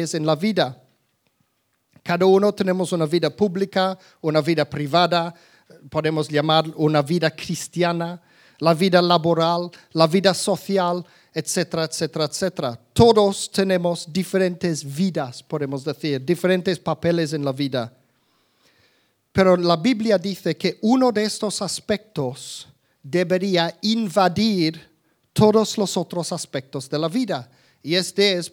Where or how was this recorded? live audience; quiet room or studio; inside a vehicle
live audience